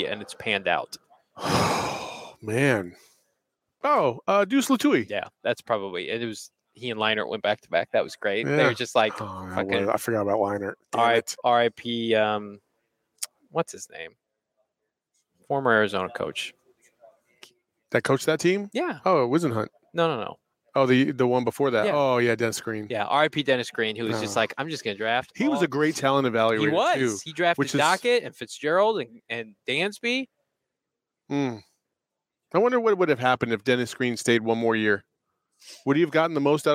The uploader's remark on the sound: Live from the NFL Combine in Indianapolis!